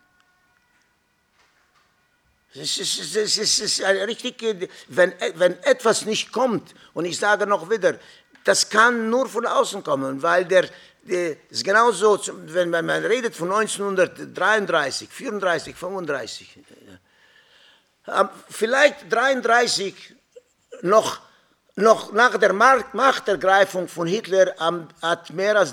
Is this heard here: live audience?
yes